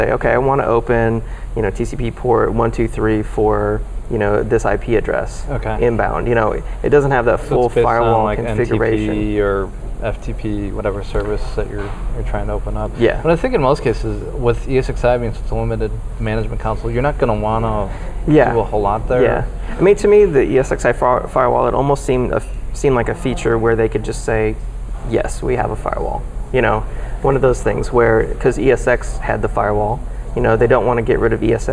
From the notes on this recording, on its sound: LIVE from the VMware vSphere 5 Launch in San Francisco